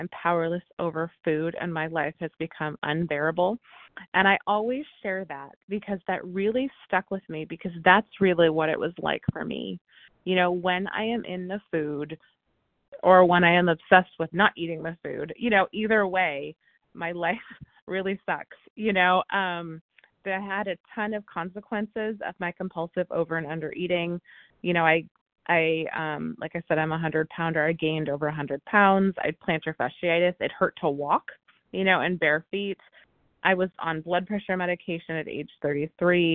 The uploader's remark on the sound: from the 100 Pounders Phone Meeting